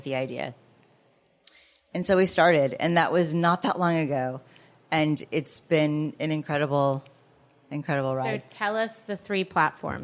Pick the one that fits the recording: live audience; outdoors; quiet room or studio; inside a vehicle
live audience